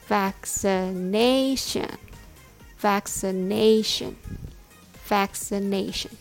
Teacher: When you say vaccination, the stress is on nay.